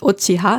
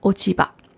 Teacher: Es ist so, dass wenn dann noch etwas davor kommt, also vor dem H noch ein, das ist Ochi dazukommt und das Chi ist ein harter Laut und das H vom Blatt ist auch ein harter Laut, wenn die zusammenstoßen, wenn zwei harte Laute, zwei stimmlose Laute zusammenstoßen, dann ändert sich meistens das zweite Wort. Das heißt, aus dem H wird das Ba. · Shown in: second take · Ist einfacher auszusprechen.